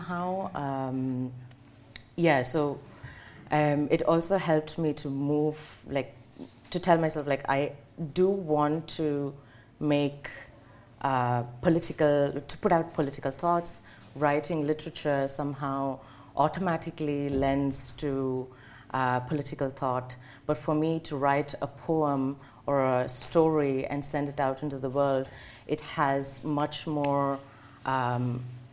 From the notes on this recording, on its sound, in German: Auf dem Prosanova-Festival